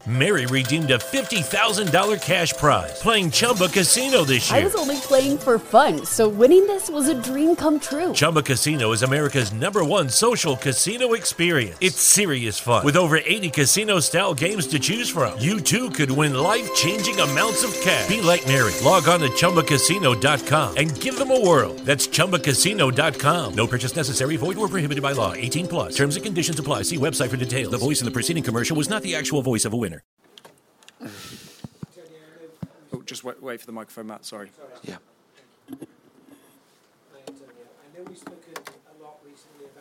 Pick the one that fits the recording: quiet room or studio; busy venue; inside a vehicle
busy venue